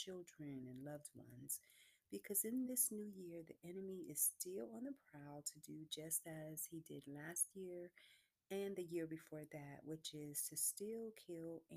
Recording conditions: uneven or low level